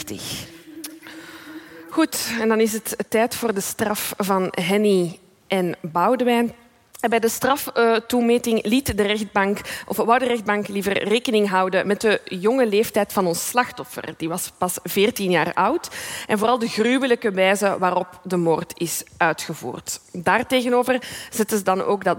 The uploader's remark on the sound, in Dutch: Live vanop het DS Podcastfestival in Oostende.